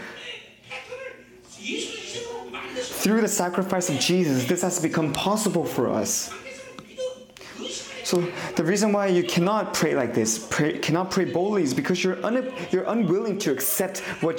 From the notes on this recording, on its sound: 2023 New Years Conference. Conference sermon.